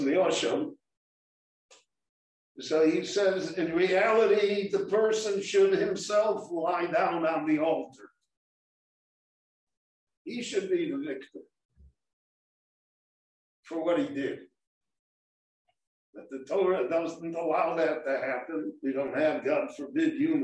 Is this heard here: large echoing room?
yes